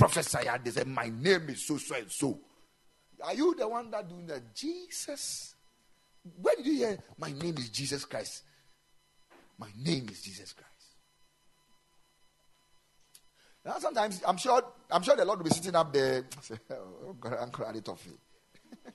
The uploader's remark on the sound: Preached at the Ekklesia Chapel